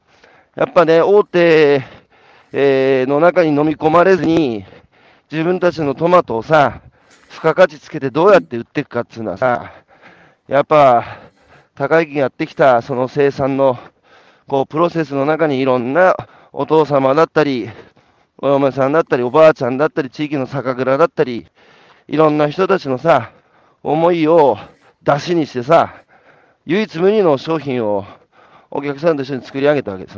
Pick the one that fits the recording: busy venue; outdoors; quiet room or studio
outdoors